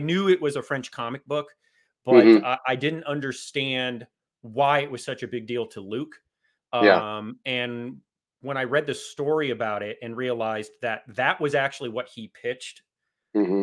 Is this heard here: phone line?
no